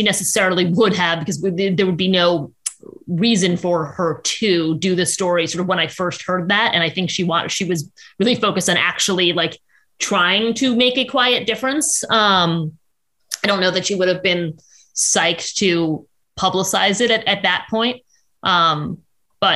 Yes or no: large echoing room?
no